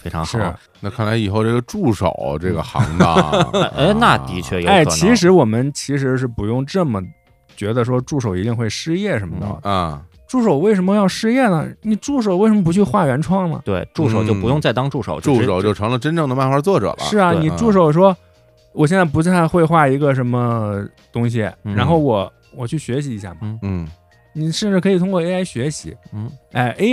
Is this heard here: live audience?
no